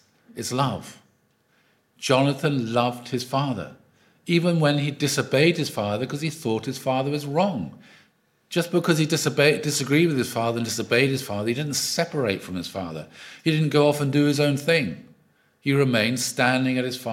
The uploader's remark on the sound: Audio from a sermon in Hatch End